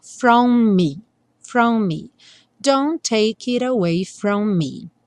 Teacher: os dois M's vão soar um só